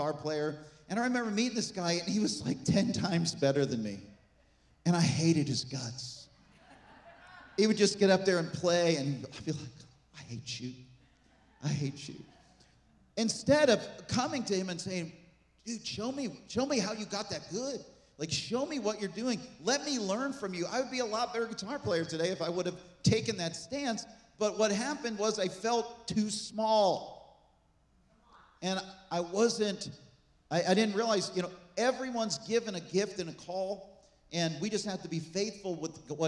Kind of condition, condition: setting, large echoing room